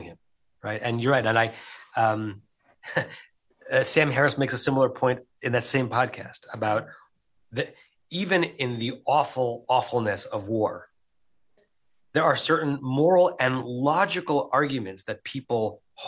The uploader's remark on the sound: (Facebook/Zoom)